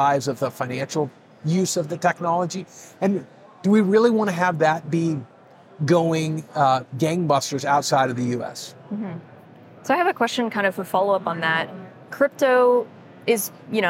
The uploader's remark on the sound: Live from Consensus 2023